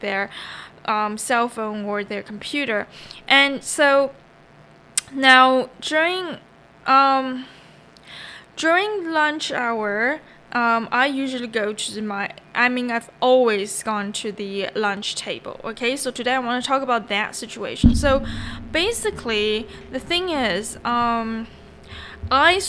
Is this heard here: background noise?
yes